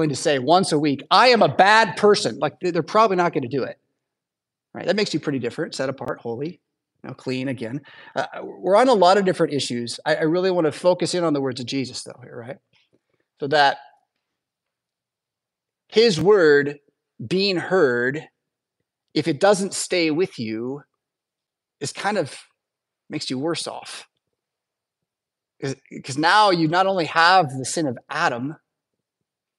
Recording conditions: large echoing room